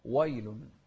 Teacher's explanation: وبعد، سورة الهمزة ويل، في ناس يقولون ويل فيفخمون الواو وهي مش مفخمة